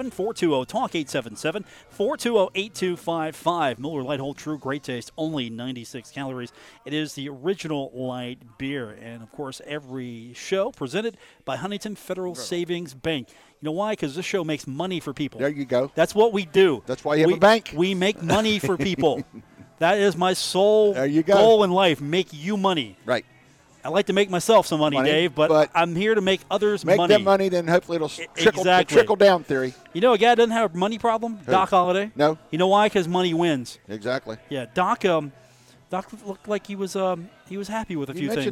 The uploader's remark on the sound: Broadcast live from The Union Pub and Grill for the Monday edition of the show.